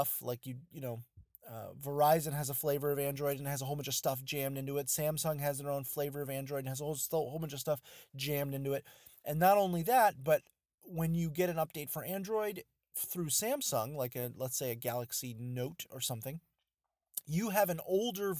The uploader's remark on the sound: An update via Android (audio). A quick audio bit, recorded while driving through my car’s audio system for part of it (sorry).